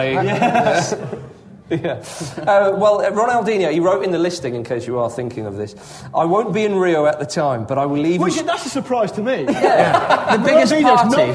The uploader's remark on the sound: A very live Ramble. The team descend on the Arcola theatre in the East end of London to put on a live Ramble in front of a baying and paying crowd.